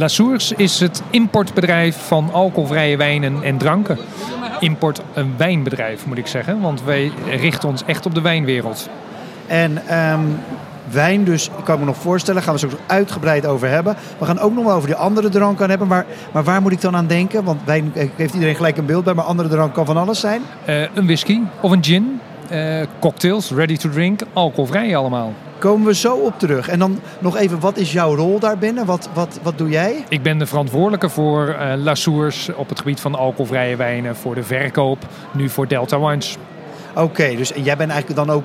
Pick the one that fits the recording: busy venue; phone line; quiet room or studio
busy venue